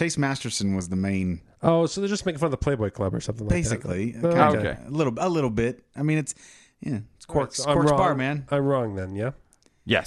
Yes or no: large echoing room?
no